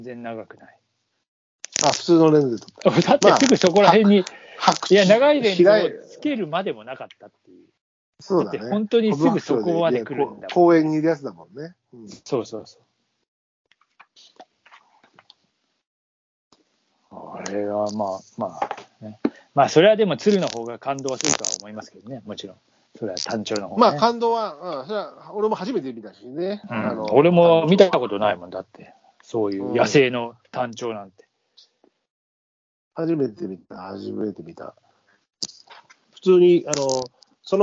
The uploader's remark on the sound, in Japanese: ノイズが多くお聞き苦しい事お詫びします